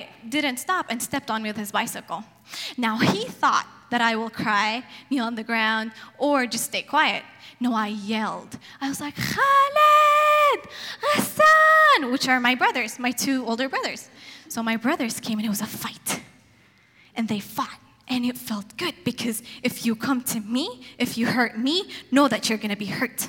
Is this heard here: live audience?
yes